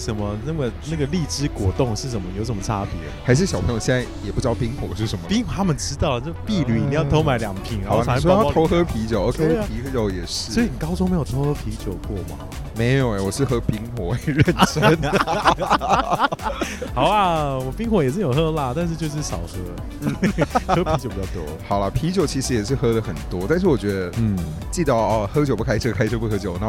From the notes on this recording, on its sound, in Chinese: 實際上我們是坐在露天酒吧區錄音